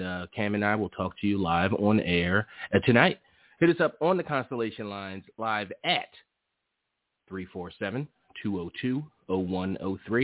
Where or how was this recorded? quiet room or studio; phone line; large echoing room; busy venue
phone line